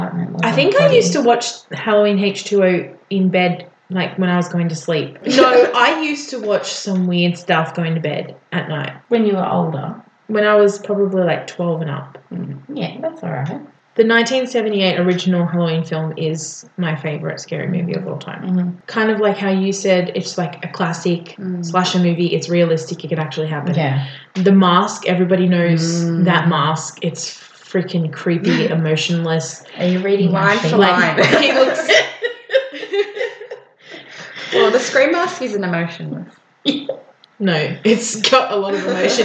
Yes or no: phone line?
no